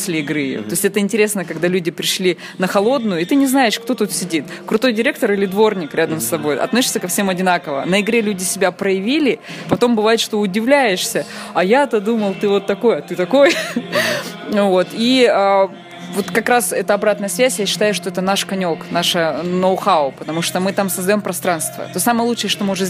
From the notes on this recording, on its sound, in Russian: За уютное помещение спасибо Грин Бару